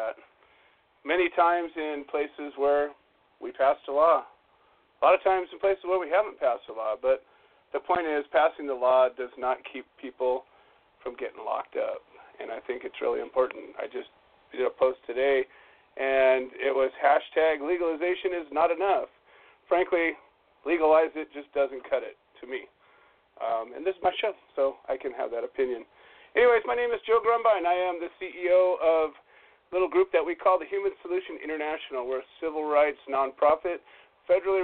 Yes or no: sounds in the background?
no